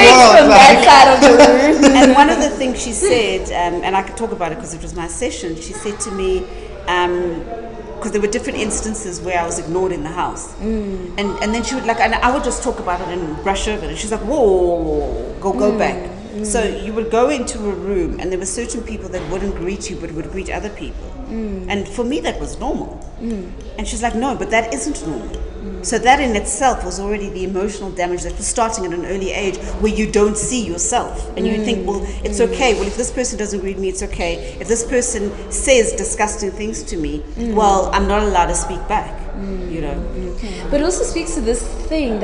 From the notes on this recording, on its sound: The first live recording of The Cheeky Natives